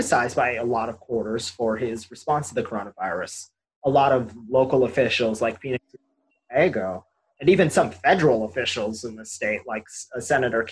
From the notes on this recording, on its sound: We once again recorded this show via Zoom and we apologize for any quality issues with the audio, we are working out how to make it better.